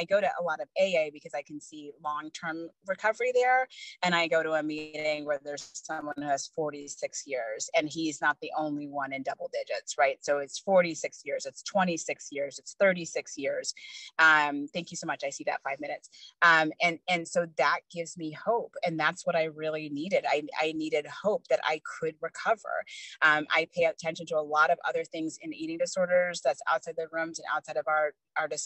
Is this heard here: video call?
yes